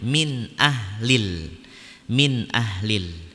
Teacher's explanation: Di sini alif lamnya dibaca jelas dan tidak ada tasydid setelah alif lam, maka berarti hukumnya adalah alif lam qomariyah, min ahlil.